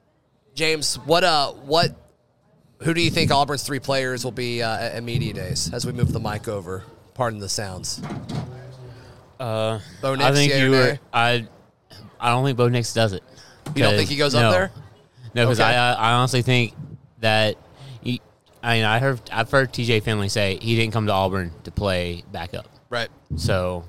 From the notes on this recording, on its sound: Broadcast live from Baumhower's in Auburn.